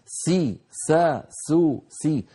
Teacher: فمن أهم صفات القوة في السين الصفير